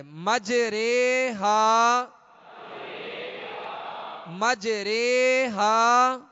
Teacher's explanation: زبر زیر کی طرف پلٹ گئی، مائل ہو گئی، رے اور الف یا کی طرف مائل ہوا، یہ اصل · Term: امالہ